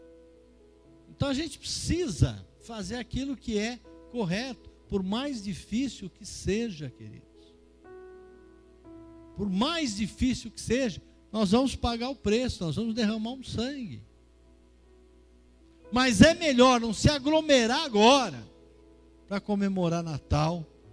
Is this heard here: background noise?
no